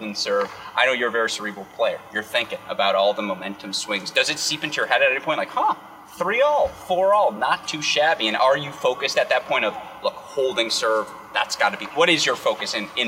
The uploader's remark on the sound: live from the Cranbrook Tennis Classic